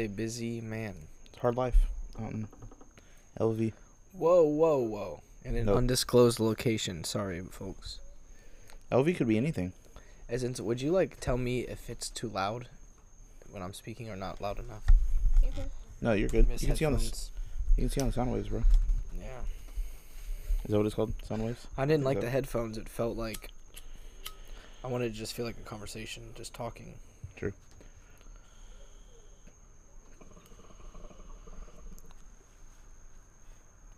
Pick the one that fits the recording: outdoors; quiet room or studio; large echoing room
outdoors